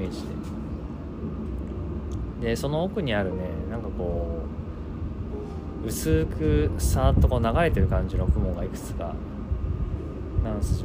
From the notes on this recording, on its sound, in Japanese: ベランダでのんびりと収録です